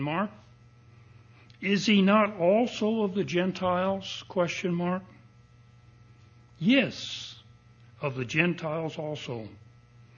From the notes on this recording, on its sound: Recording of the sermon